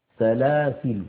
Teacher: هذه الكلمة سلاسل فيها عند الوقف وجه زائد على أخواتها، وهو حذف الألف عند الوقف، سلاسل هكذا.